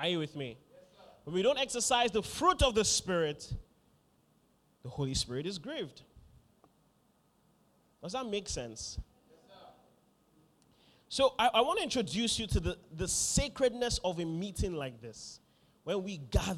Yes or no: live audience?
yes